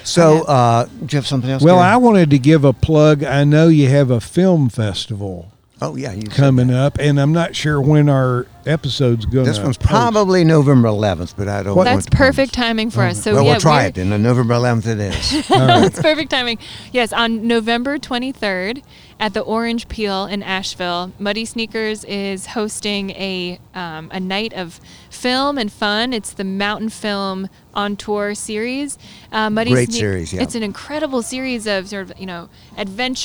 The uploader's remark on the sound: This episode was recorded at Oskar Blues Brewery in Brevard, North Carolina.